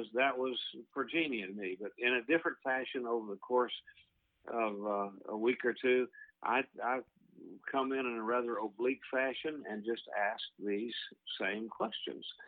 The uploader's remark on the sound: Is joined on the phone.